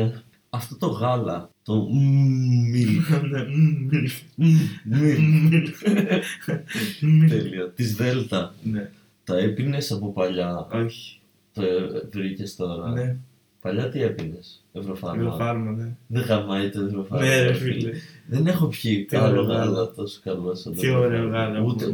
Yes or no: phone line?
no